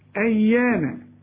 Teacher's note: الياء هنا مشددة لكن لا تغن